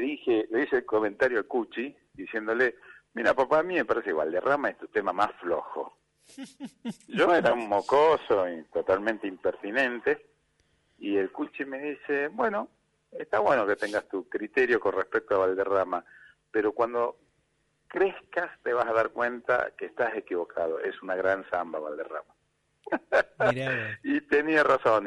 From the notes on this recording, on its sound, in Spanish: Esta emisión nos trae una entrevista telefónica